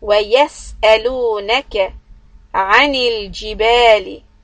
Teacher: So remember to keep all the soft sounds soft. And sin has got this hissing sound, okay, it has a hems, so we have to give a little time to the sin sukoon.